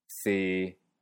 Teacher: Este tono empieza en un tono bajo o medio bajo y se mantiene ahí. · Term: Sexto tono